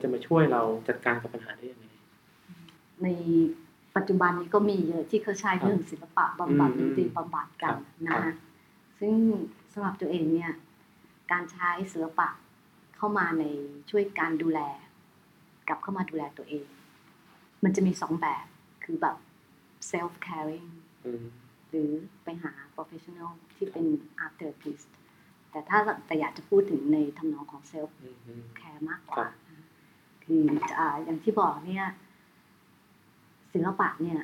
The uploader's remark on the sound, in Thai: ด้วยความผิดพลาดบางประการในการบันทึก ทำให้คุณภาพเสียงในตอนนี้ขาดความชัดเจนไปพอสมควร จึงขออภัยมา ณ ที่นี้ครับ